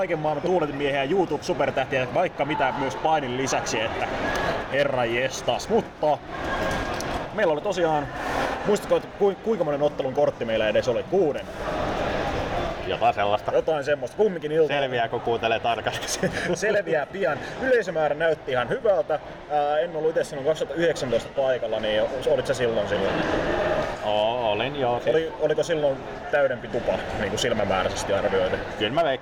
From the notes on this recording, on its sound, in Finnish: FCF Ropecon 2023. Pahoittelemme äänitteen taustahälyä.